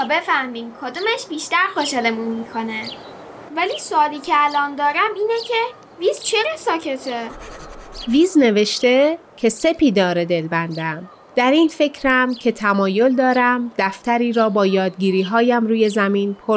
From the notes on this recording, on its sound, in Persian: این قسمت رو توی حیاط ضبط کردیم. روی یک زیرانداز، زیر درخت شاتوت و کنار گلهای باغچه نشستیم.